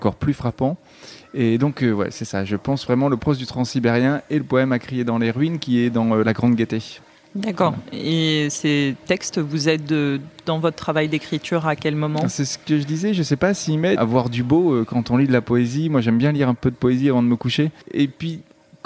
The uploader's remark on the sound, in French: Cet épisode a été enregistré au salon du roman historique de Levallois Perret les 2 et 3 juillet dernier.